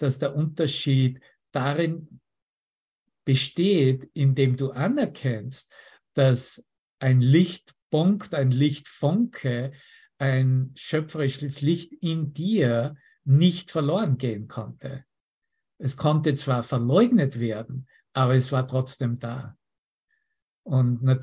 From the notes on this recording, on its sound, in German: Zoom-Session. Veranstaltet von der Aleph Akademie.